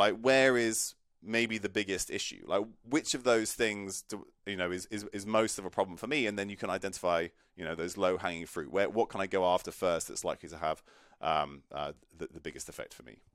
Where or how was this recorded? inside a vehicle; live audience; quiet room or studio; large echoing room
quiet room or studio